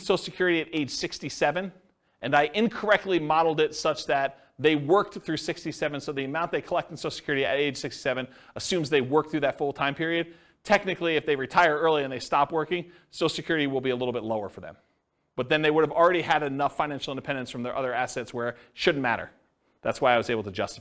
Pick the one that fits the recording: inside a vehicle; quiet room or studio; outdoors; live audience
live audience